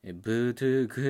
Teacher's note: 気流の乱れみたいなのが伴う破裂音 · Term: 優性有機破裂音